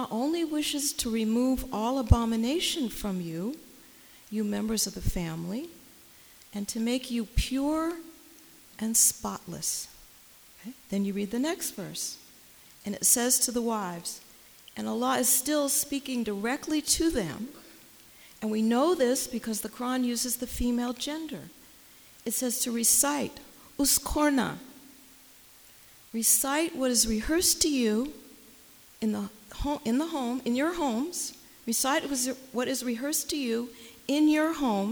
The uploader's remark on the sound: Here, it is presented again in shortened form for the benefit of the men who attended this co-ed event. The Women's Mosque of America held its second annual co-ed iftar & qiyam during the holy month of Ramadan.